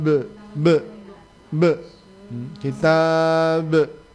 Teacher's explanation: ba, jim dan dal itu pantulannya, ya, pantulannya antara o dan e · Term: qalqalah